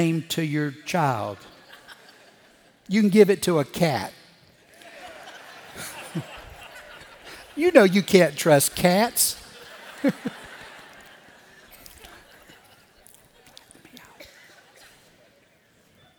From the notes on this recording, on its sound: Recorded Live at Brookwood Church